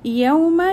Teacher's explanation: waw mad for waw sakin preceded with a fatha, so it will be recited softly with a aw sound